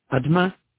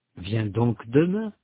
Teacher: Vous remarquez que le mot demain n'est pas prononcé de la même façon dans les deux cas. Dans le premier, le E n'est pas prononcé. Dans le deuxième, il est prononcé. · Term: E instable